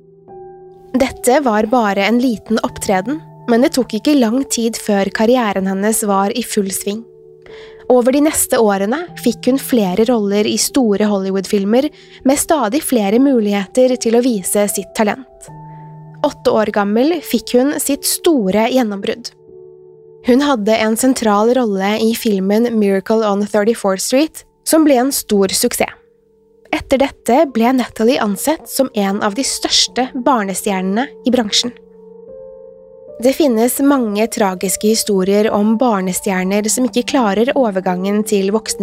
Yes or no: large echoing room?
no